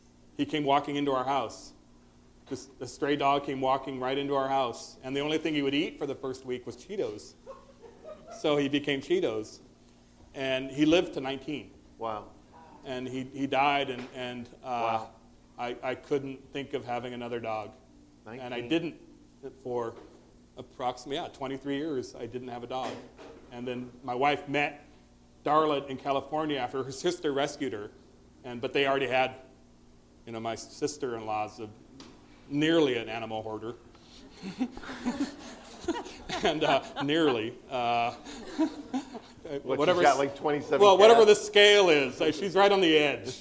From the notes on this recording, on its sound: live on stage